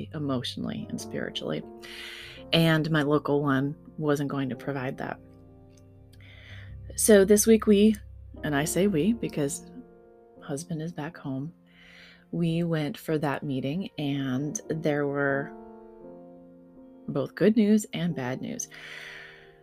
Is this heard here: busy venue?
no